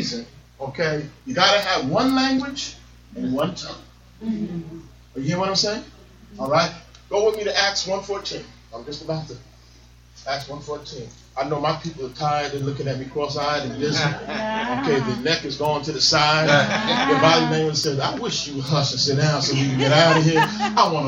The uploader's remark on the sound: live from the Comfort Suites Hotel in North Brunswick, New Jersey